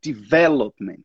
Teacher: a ênfase tá antes. Develop. Tá no V.